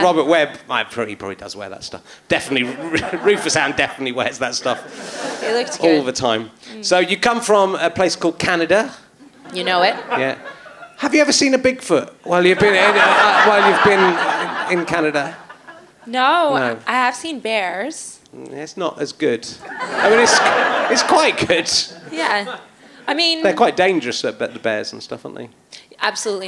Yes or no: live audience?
yes